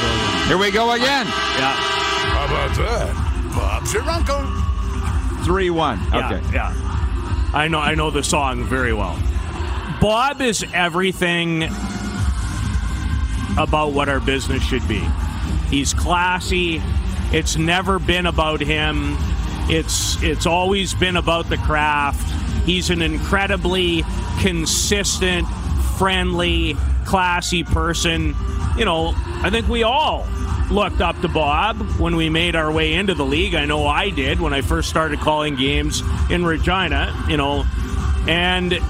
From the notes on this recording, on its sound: Live from the World Junior Quarter-Finals. Back for Week 2 LIVE from inside Rogers Place in Edmonton, Alberta - site of the 2022 World Junior (2.0) championships!